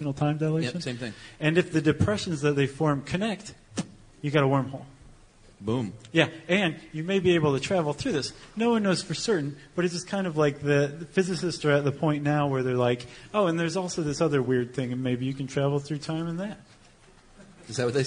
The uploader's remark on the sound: Live at SD Comic-Con. Along with a live audience at the 2012 Comic-Con.